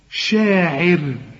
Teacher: الراء دي هنقف عليها بالكسر، يعني قصد أقول نرققها